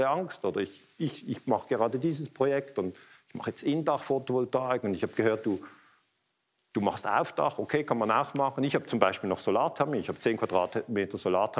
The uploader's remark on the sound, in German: Am eco2friendly Day im Kultur- und Kongresszentrum Luzern einen Vortrag zum Thema Erdöl gehalten.